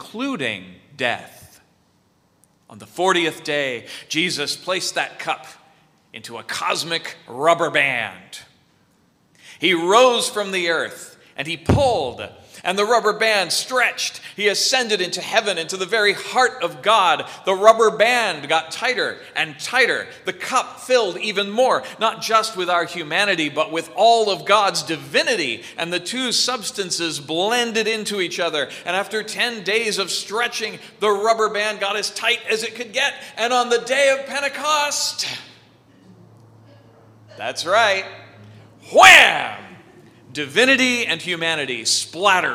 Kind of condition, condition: setting, large echoing room